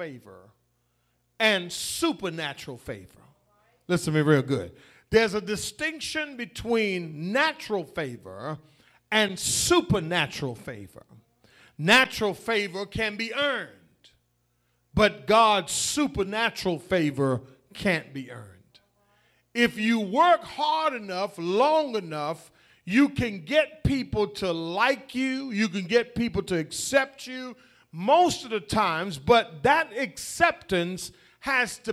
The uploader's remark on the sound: The Vision Church Houston 11am Sermon